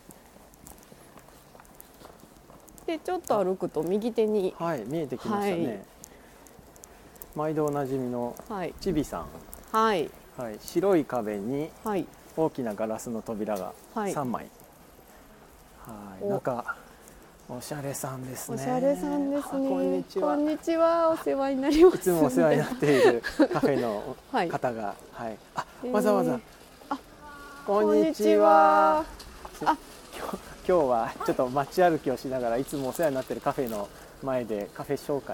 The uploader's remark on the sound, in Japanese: 谷根千。今回のことほぎラジオは2人でまちを歩きながら録りました。